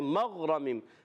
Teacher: نون سائن کے بعد میم آ گئی تو ادغام مال غنہ ہوگا، ایک الف کا غنہ کرنا ہے